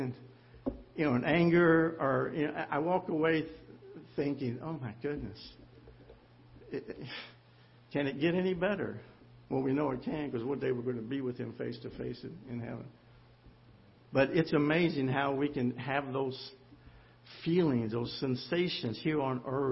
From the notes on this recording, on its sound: Ketha Heights Baptist Church ~ Live Broadcast.